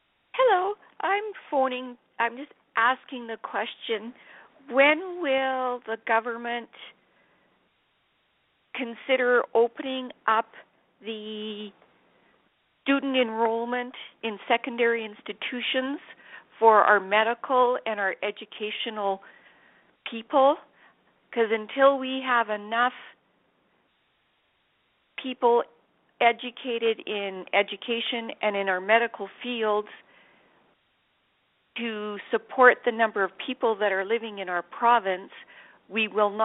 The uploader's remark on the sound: Budget 2024 Telephone Town Hall, Southern Alberta.